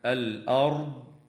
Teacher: وتظهر اللام في كلمة الأرض لوقوع الهمزة بعدها، والهمزة من الحروف التي تظهر عندها لام التعريف، وهي المجموعة